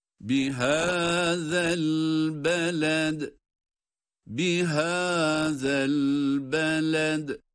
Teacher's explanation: Haza kelimesinde peltek okunan zal var. Sonrasında da el beled kelimesinde de dal harfi kalkale ile okunmakta.